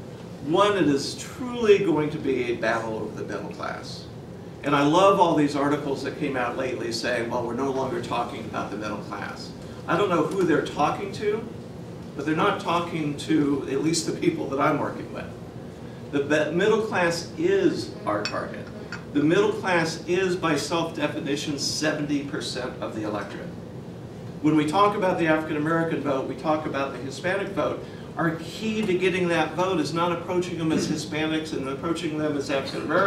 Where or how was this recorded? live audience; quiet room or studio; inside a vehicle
live audience